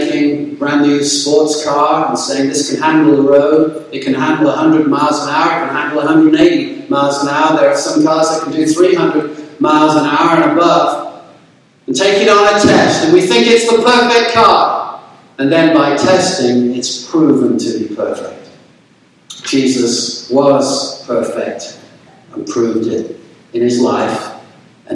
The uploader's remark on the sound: There were technical difficulties with the audio in this sermon but hopefully it is good enough for you to hear the message.